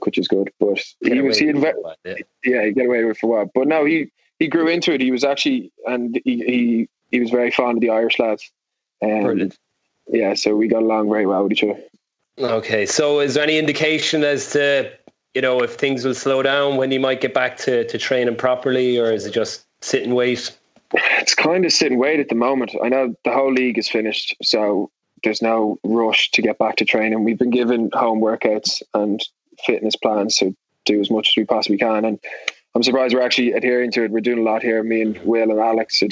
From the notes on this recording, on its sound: The House of Rugby gang are back together, on Skype anyway. Dials in from Limerick. Over in New York.